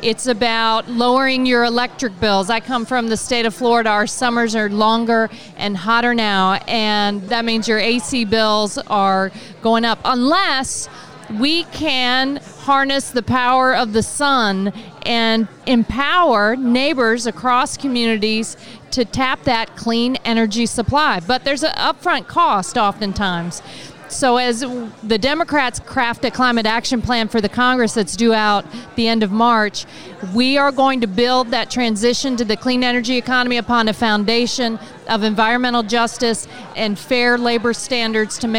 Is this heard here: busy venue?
yes